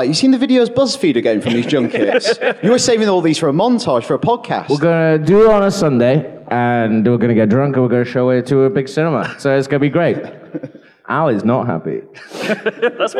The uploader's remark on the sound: We celebrated this by holding a screening of The Prestige followed by a lovely live podcast in London.